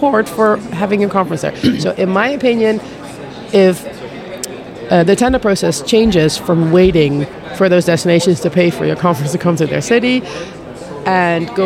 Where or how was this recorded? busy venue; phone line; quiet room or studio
busy venue